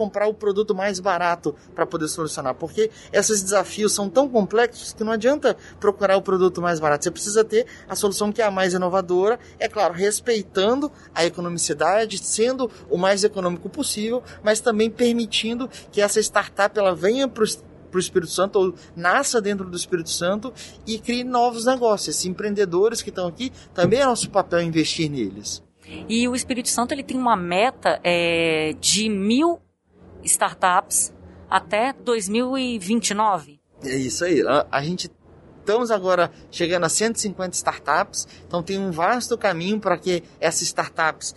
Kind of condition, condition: setting, busy venue